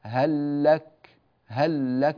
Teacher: فاللام الأولى تدغم في الثانية، وتلاحظون علامة الإدغام الكامل ها هي، وهي تعرية اللام الأولى من السكون وتشديد اللام الثانية.